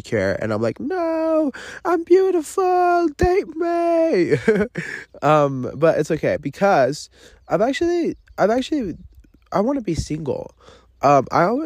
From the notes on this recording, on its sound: Live from the forest. I am camping alone.